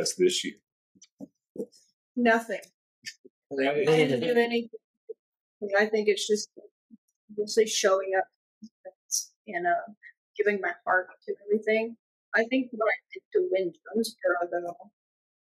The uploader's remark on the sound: I DID MY BEST TO EDIT THE SOUND TO MAKE IT AS CLEAR AS POSSIBLE. I AM STILL LEARNING AND SOMEDAY WONT HAVE THIS ISSUE.